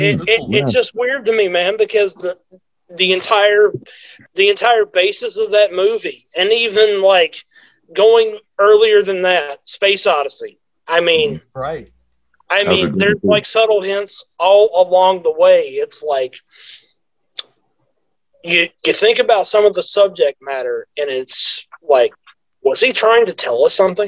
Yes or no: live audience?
no